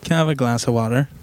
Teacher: So I think we say that's a rhotic R, meaning that you round the R sound. Yeah. Whereas in the UK, often we don't.